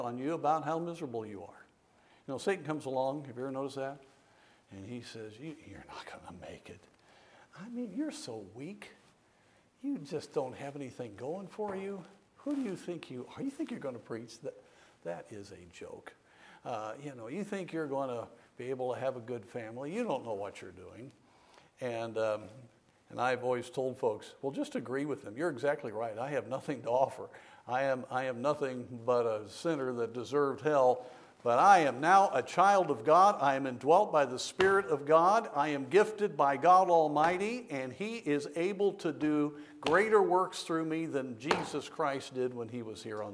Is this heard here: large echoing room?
yes